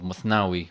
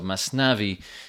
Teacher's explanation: the TH sound in Arabic is often turned to an S in Persian. So Masnavi is a Persian form of Muthnawi, which means pairs in Arabic.